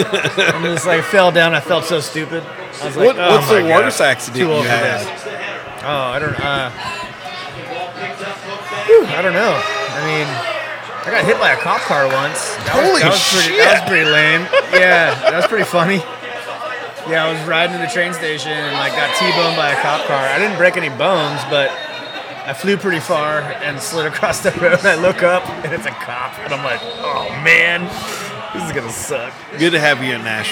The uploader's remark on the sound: Live at No Quarter. Glad that NES fixed the power for all of East Nashville before we recorded.